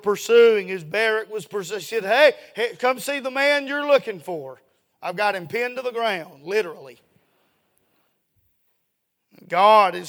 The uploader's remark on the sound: A sermon preached Sunday Evening, on July 2, 2023.